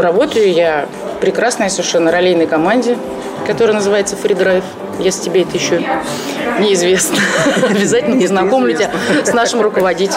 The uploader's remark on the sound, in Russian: Сегодняшний выпуск был записан на встрече в уютном кафе.